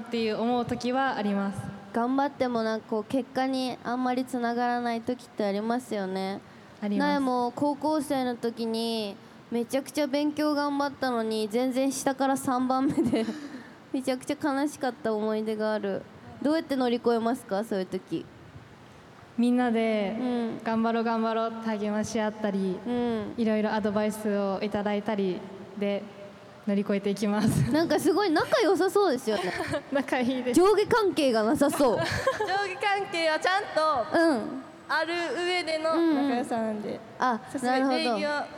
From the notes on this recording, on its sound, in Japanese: 梅田ゆかた祭り2023 で番組初の公開収録！！７月２２日土曜日に開催された「梅田ゆかた祭り２０２３」グランフロント大阪 うめきた広場での、番組初の公開収録の模様をオンエア！